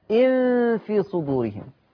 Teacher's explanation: والنون المخففة وراء حرف الفاء تخفى عند الفاء. وفي ملاحظة عايز أكد عليها في الآخر، دايما الإخفاء يبقى عند الحرف، وكانوا شيوخنا لما يعلمونا الإخفاء يقول لي يا ابني الإخفاء تشم ريحة الحرف اللي وراه وانت بتخفي عنده.